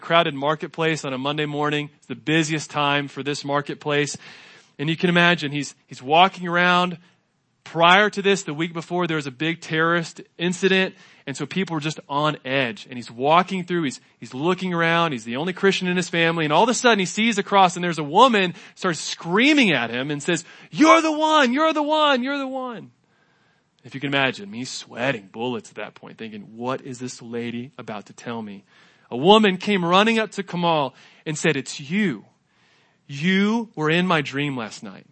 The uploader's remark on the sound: This is a podcast from primarily sermons preached at City Church Garland.